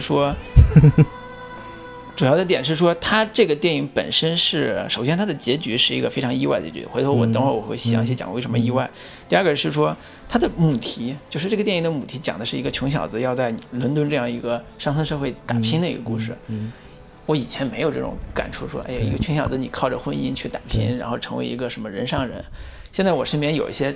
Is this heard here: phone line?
no